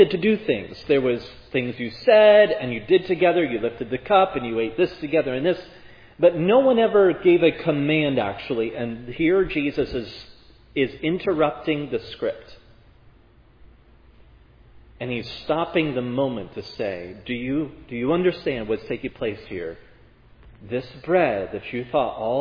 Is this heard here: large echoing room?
yes